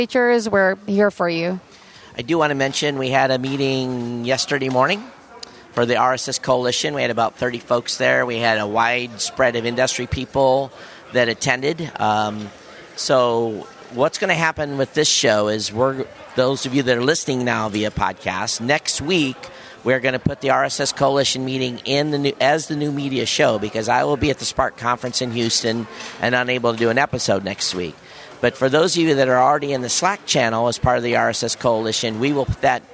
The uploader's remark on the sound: live at Podcast Movement Evolutions